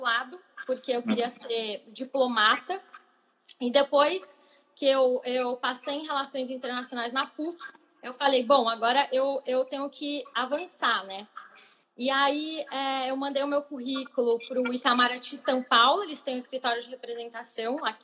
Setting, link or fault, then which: link, video call